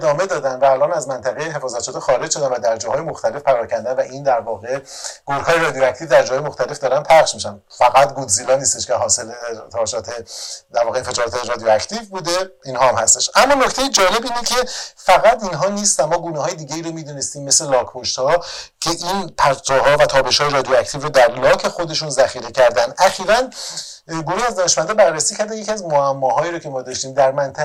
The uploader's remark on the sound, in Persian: متاسفانه به دلیل مشکلی پیش بینی نشده ،صدای این قسمت کیفیت پایینی دارد که فرصت برای اصلاحش پیش نیامد.